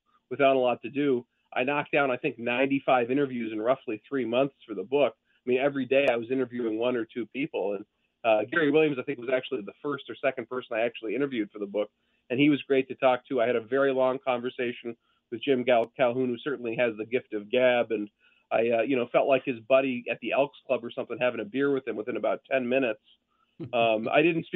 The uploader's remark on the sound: Calls in Live